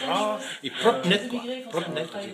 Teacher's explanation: Les R sont souvent prononcées de façon douce. · Term: l'accent breton